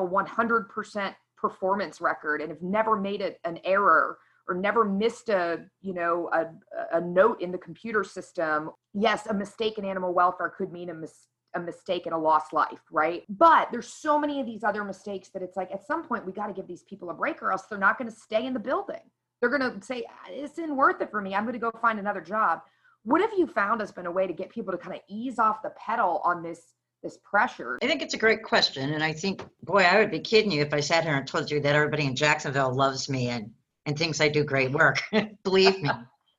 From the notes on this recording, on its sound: What do you get when you take 18 of the best and brightest lifesaving innovators, pair them up, put them on a Zoom call and hit record? The two-day, online event.